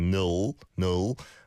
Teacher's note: I think it sounded a bit more like a dark L